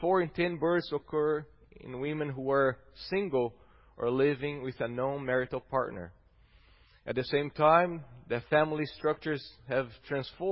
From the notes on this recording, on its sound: at Gracious Cross Reformed Church Salem, August 8th 2021